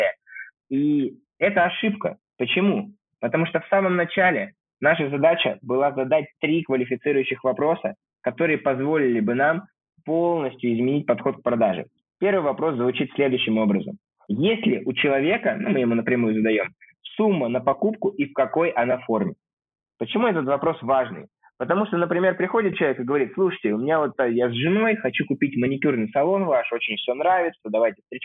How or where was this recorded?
phone line